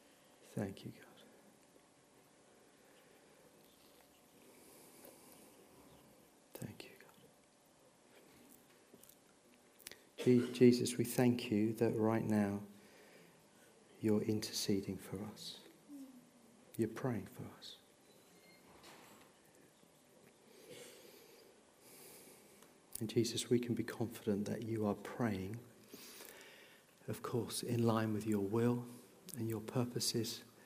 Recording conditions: large echoing room